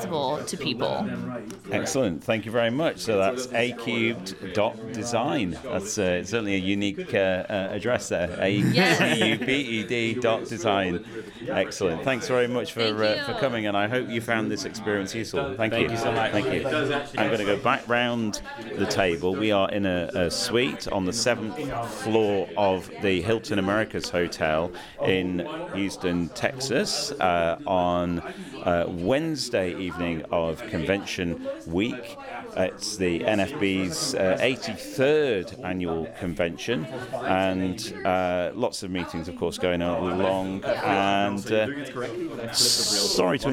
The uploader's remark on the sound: The Braillists Foundation held a face-to-face meeting at the 83rd annual convention of the National Federation of the Blind at the Hilton Americas-Houston hotel, Texas, in July 2023. Was there with a microphone to soak up the atmosphere.